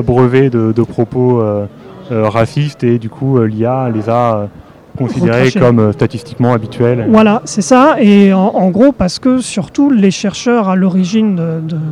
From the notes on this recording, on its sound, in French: enregistrée en direct des Utopiales le 29 octobre 2016